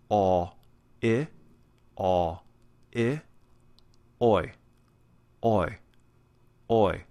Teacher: This is a combination of aw, which is the backward C, aw as in law or all. And when we combine that with I, aw, I, aw, I, oi, oi, oi.